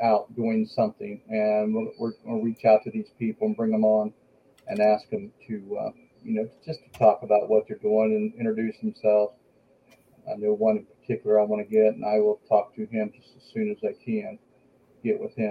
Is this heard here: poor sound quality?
yes